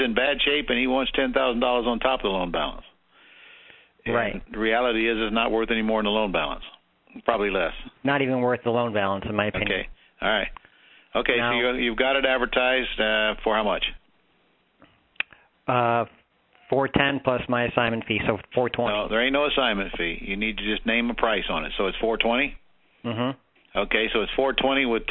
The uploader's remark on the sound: Q&A Call